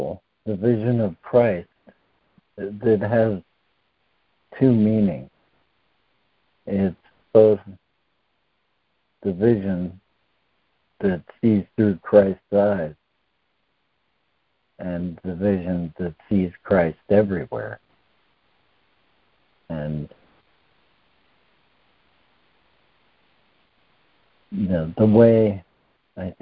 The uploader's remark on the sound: ACIM Daily Conference Call.